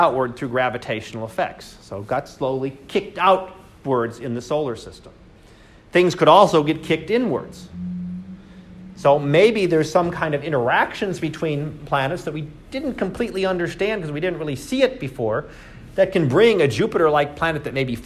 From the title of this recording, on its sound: Live Class Lecture